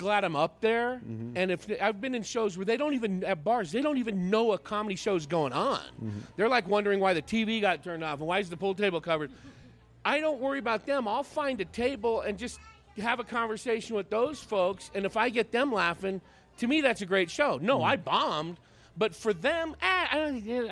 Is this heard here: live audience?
yes